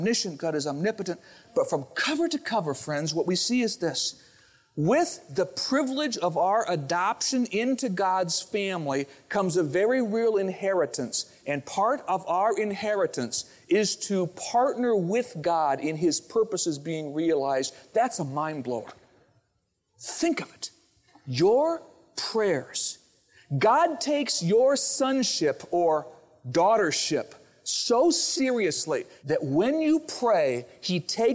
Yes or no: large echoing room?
yes